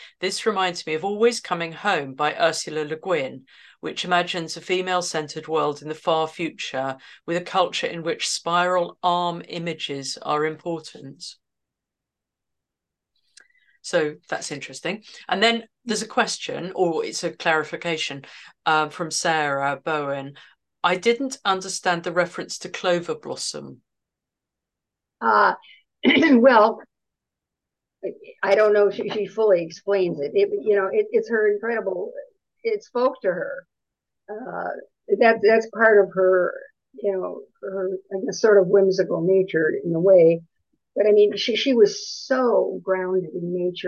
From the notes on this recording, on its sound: A live webinar. Part of our weekly webinar series, Radical Feminist Perspectives.